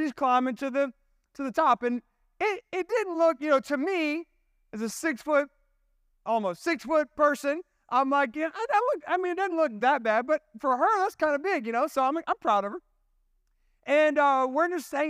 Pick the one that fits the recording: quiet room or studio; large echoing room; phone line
large echoing room